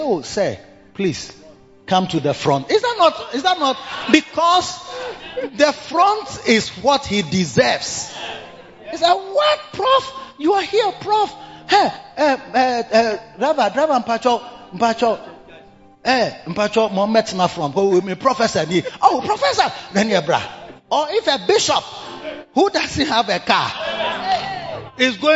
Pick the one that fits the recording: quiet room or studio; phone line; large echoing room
large echoing room